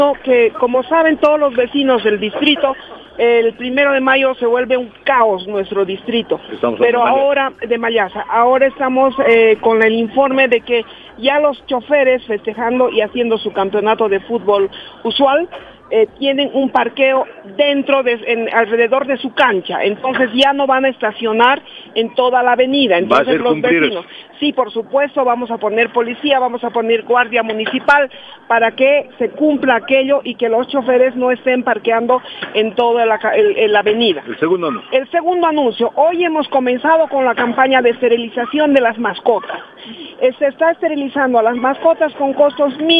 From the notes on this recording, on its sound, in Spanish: Realiza una nota desde el vivero de Aranjuez. Entrevista telefónica. Visita el parque Bartolina Sisa y conversa sobre los proyectos a ser implementados.